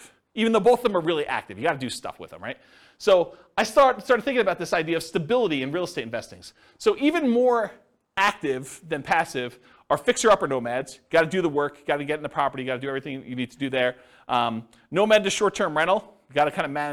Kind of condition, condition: setting, live audience